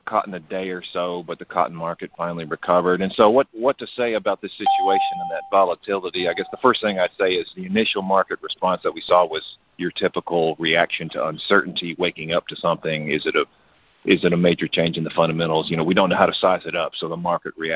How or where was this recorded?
phone line